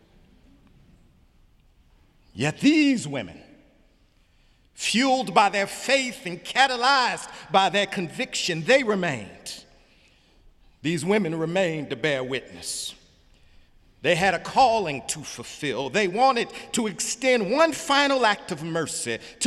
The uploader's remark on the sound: Easter Sunday sermon April 1, 2018 in the Memorial Church of Harvard University